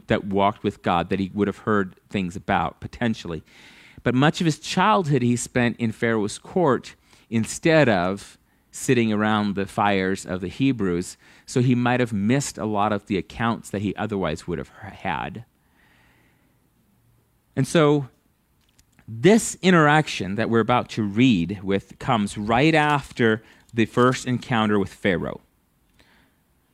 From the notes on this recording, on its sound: at Living Water Fellowship Denver's Sunday morning service on May 22nd 2022.